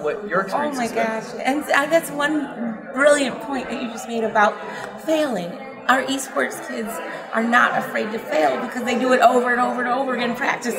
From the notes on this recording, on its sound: Live From EsportsNext. At the Esports Next Conference.